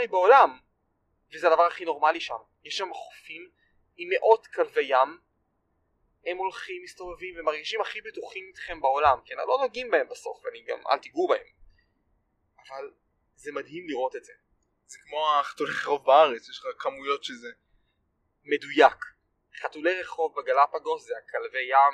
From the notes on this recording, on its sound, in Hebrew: מתנצל מראש על איכות הסאונד בפרק הזה